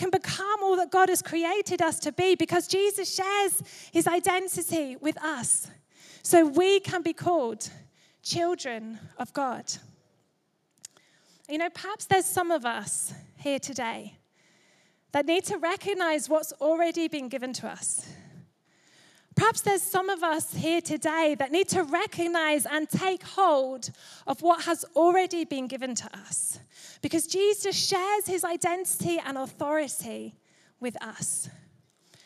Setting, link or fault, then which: setting, large echoing room